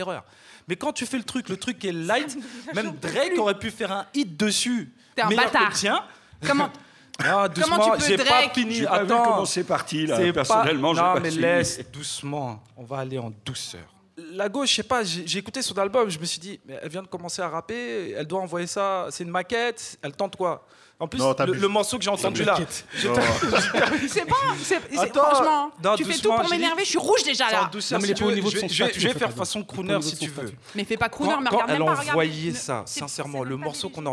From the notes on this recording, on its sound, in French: Emission enregistrée en public à FGO-Barbara (Paris 18). Le mike est enregistré chaque mois en public au FGO-Barbara à la Goutte d'Or (Paris 18).